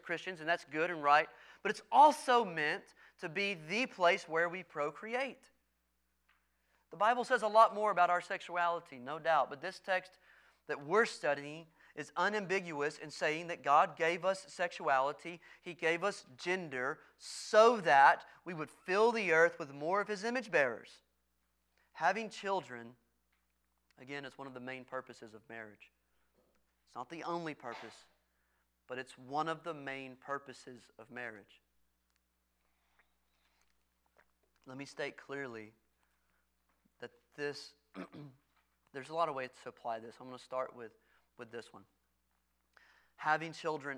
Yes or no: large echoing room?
yes